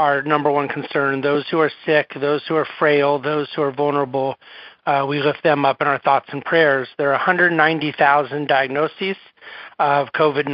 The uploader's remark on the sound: National Conference Call Replay